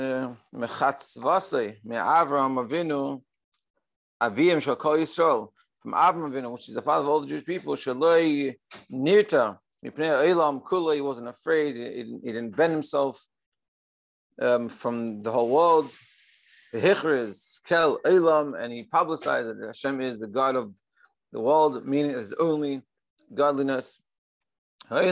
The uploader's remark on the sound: Daily Zoom Shiur